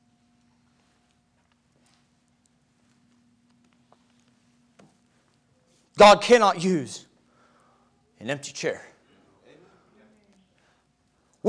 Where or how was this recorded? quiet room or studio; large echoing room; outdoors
large echoing room